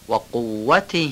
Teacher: قاف رو غین و گاف نگیم، محکم از ته گلو